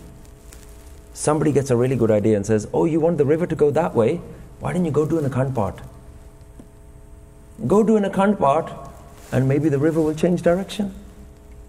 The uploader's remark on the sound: Recorded in Fremont Gurdwara, San Jose, California, USA in February 2018.